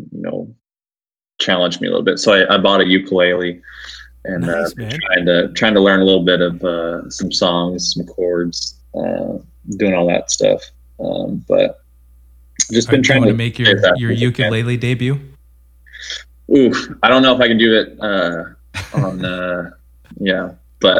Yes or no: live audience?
no